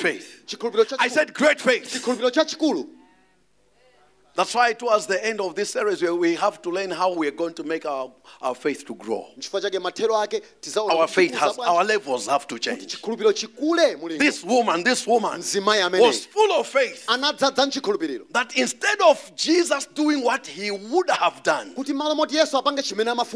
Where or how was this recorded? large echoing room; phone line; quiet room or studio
large echoing room